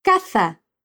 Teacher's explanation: fenômeno que acontece em algumas partes do sul da Espanha, de falar palavras que se escrevem com S com esse som entre os dentes · Term: ceseo